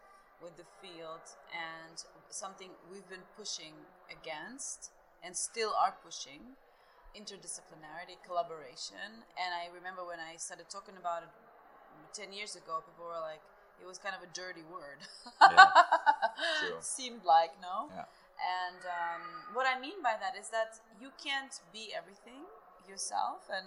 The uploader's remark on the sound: Current Obsession at Munich Jewellery Week 2023. A conversation recorded at the buzzing hub.